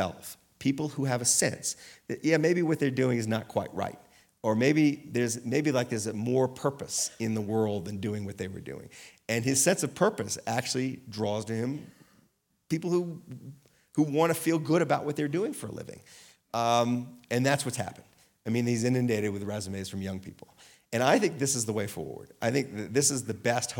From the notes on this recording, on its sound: Recorded live at Aspen Words.